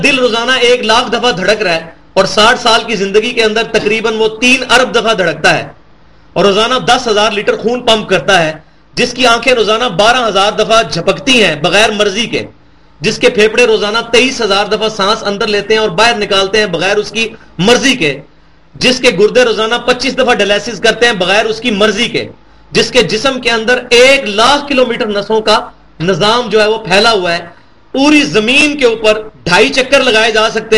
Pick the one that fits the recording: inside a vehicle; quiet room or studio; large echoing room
large echoing room